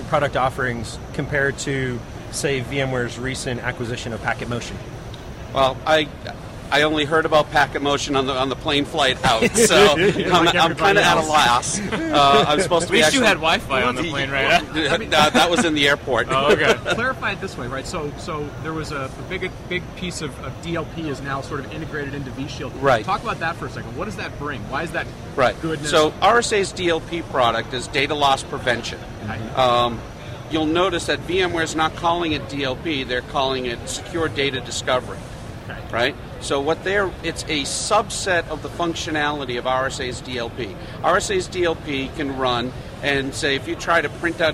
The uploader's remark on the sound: Live from VMworld 2011